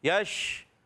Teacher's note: تو یشتہون میں شین منہ میں آواز پھیلے گی